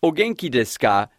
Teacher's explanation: the inflection that goes up at the end of a sentence when a question is asked